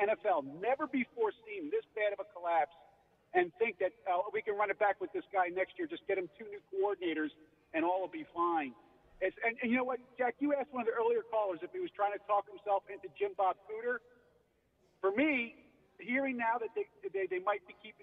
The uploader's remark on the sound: live from Chickies in South Philly